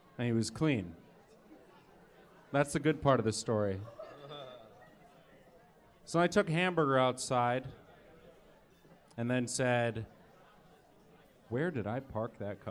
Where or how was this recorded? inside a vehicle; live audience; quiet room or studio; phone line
live audience